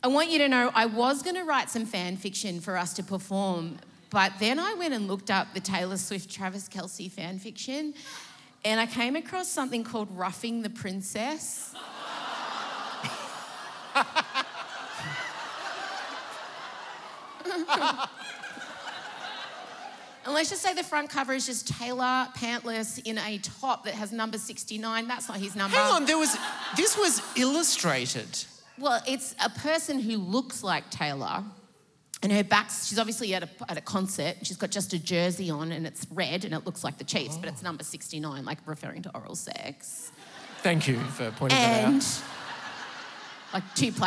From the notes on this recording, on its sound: Live from Sydney. Recorded live on stage at the Enmore Theatre in Sydney. In front of an audience of encouraging Emsolators.